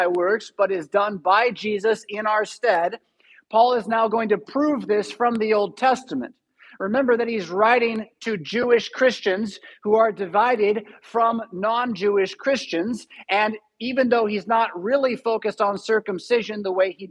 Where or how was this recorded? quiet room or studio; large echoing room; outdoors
large echoing room